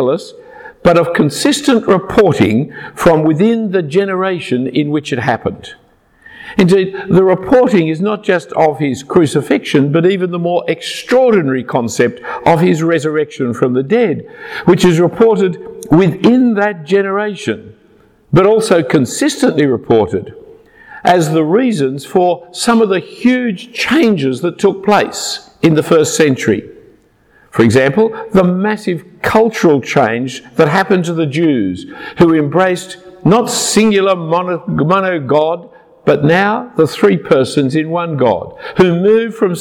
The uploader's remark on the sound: A talk preached at Christ Church Durham at an evening Christmas Carols service. Passion For Life Conference across the UK.